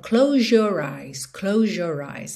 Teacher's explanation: Muitas vezes a gente tem um som de J nessa junção.